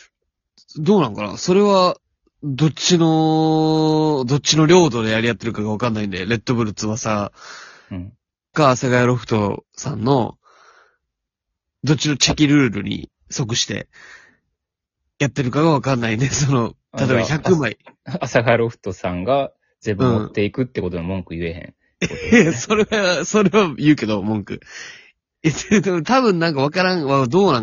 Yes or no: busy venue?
no